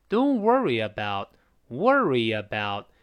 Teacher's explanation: 那个 don't 和 worry 读的比较高，特别是那个 wor wor 读的高，re 已经降下来了